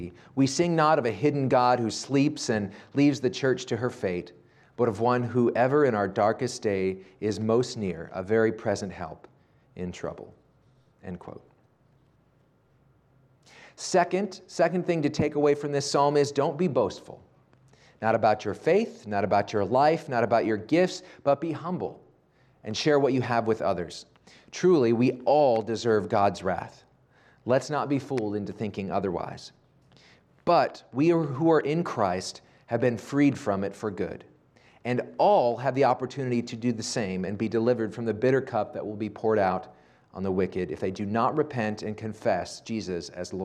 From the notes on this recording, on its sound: Sunday morning sermon audio from Preston Highlands Baptist Church.